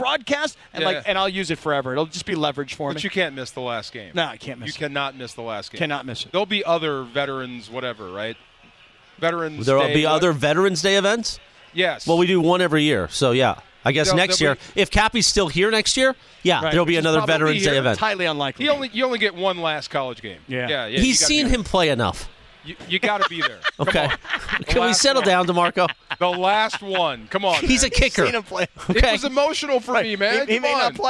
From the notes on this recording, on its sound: live from Yaavama